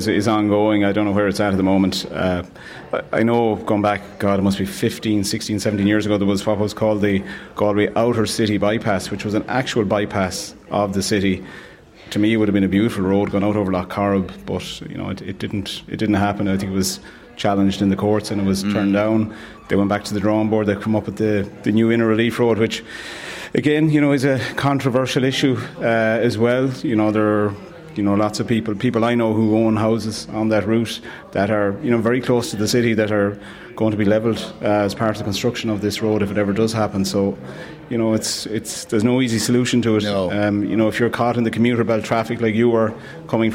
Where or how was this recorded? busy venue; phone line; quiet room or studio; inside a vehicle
busy venue